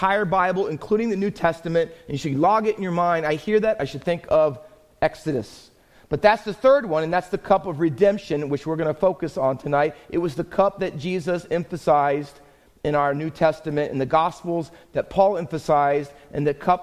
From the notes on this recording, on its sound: Faith Baptist Church in Hamilton, NJ.